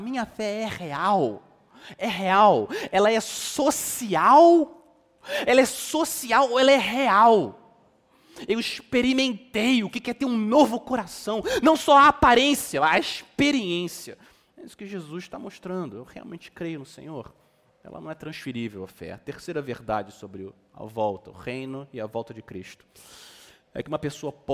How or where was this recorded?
large echoing room